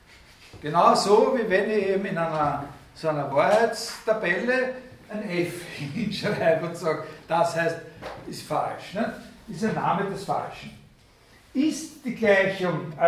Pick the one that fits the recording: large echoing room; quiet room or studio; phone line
large echoing room